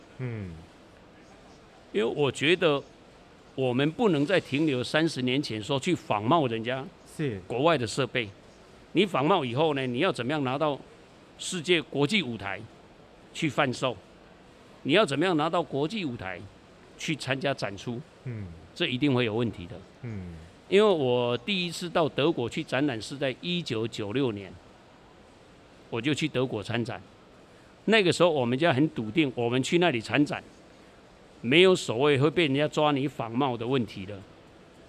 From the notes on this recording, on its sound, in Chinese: 本集節目搭配2022年台北國際食品系列展(FOOD TAIPEI MEGA SHOWS )之「台北國際包裝工業展(TAIPEI PACK)」、「台北國際食品加工機械展(FOODTECH TAIPEI)」，6月22日-6月25日在南港展覽1館展期間現場錄製